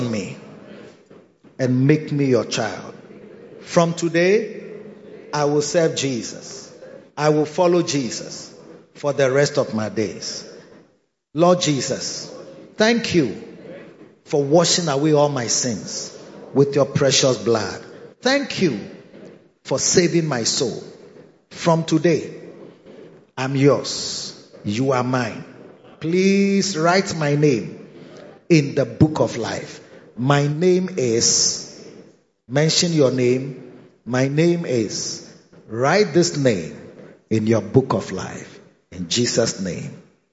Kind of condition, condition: setting, large echoing room